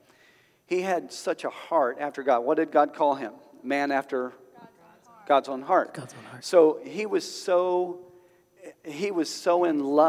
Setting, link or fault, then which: setting, live audience